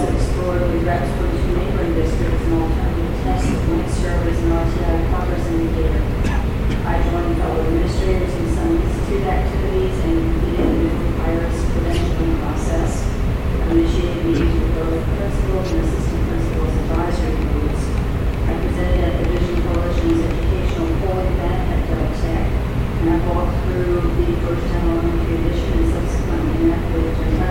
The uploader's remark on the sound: Audio recording of regular Board of Education meeting on August 22, 2016.